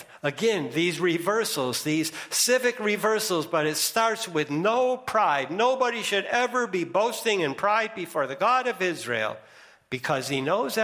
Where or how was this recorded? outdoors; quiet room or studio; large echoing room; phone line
large echoing room